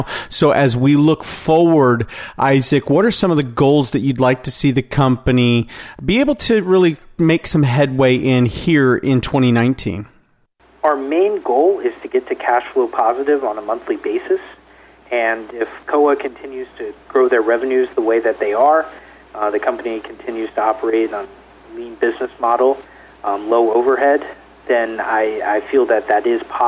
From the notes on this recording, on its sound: called in to SmallCapVoice.